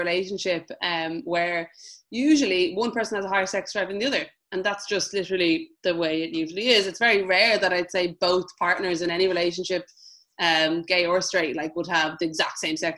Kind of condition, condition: link, video call